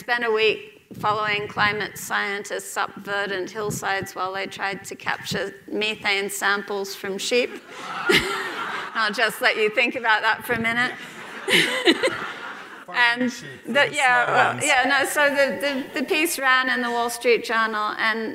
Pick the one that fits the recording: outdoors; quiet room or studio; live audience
live audience